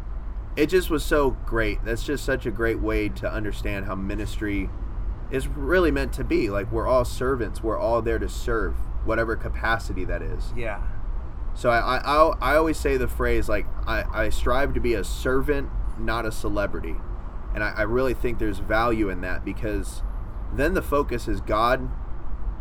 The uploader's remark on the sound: We recorded on a 4th floor balcony overlooking downtown Nashville's famous "Gulch"! We also recorded a segment inside with a bit better noise control, but the whole thing slaps!